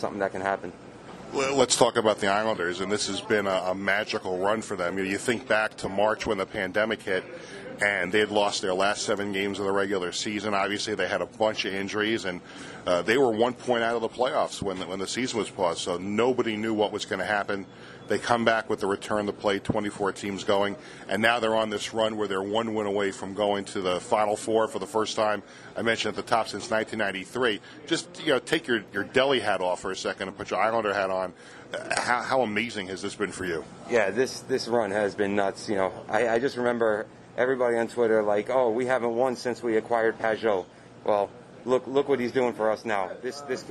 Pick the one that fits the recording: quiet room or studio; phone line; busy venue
busy venue